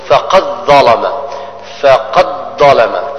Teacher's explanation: الدال ساكنة جاء بعدها حرف الظاء، بتري عديس إدغام تدغم الذال، الدال تدغم في الظاء